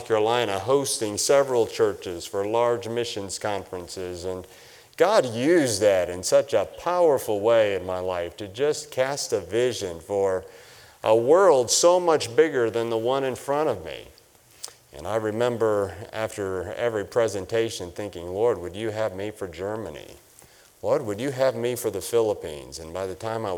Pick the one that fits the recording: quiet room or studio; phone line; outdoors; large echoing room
large echoing room